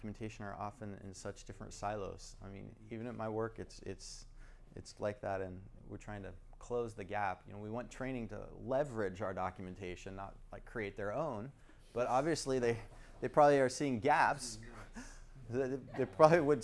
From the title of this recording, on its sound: Recording of my STC Sacramento presentation